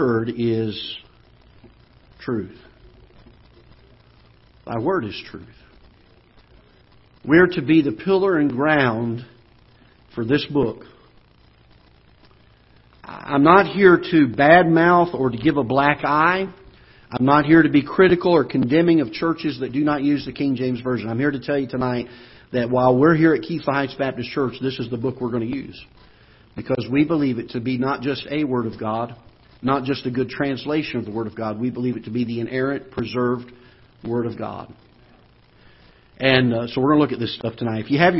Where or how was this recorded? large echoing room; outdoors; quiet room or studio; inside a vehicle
large echoing room